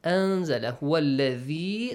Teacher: Z has the Z sound in English, but ذال doesn't have the Z sound.